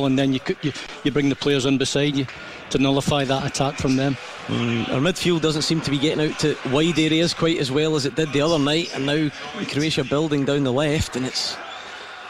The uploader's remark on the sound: live from Scotland HQ at Drygate Brewery